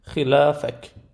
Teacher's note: خی کسره دار بازم استعلاش حفظ میشه ولی ظاهرا کمتر از بقیه